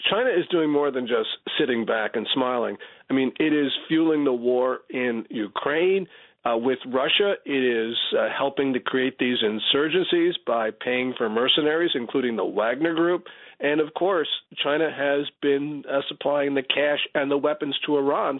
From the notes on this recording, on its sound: calls